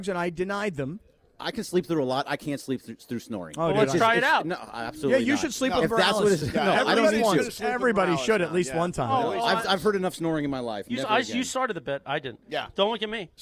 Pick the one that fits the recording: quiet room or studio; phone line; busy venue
busy venue